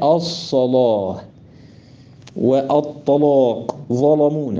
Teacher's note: مذهب ورش تفخيم أو تغليظ اللام، لكن المفتوحة إذا وقعت بعد الحروف الثلاثة صاد طاء ظاء. قال له يعني كان لسه واحدة بس في حروف الإطباق وهي إيه؟